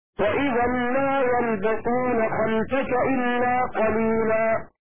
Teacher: فتح الخاء وسكون اللام